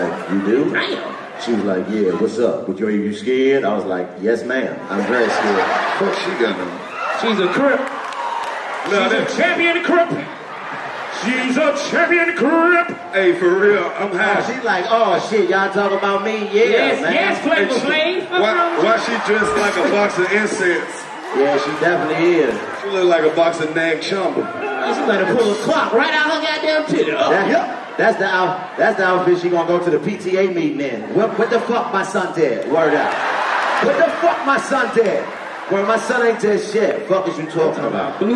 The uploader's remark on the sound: Live At The Casino! (Mashantucket)